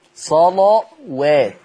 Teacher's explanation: اللام مغلظة لكن الواو مش مغلظة